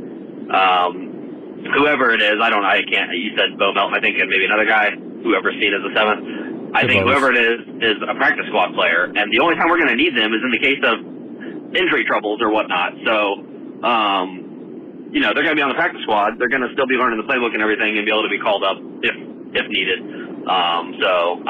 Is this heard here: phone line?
yes